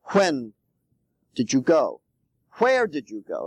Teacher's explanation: You know that WH has a slight H sound at the beginning.